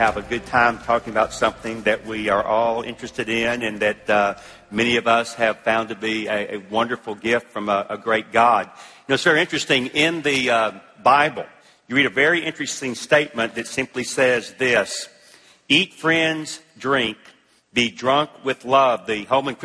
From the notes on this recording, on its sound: At the ERLC National Conference.